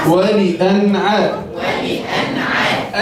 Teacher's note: نون ساكنة مظهرة قبل العين المفتوحة